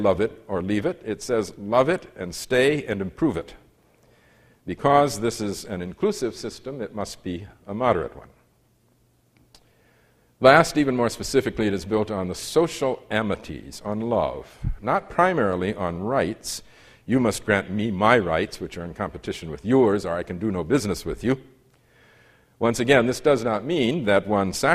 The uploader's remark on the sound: lecture presented as part of the Voices series at UC Santa Barbara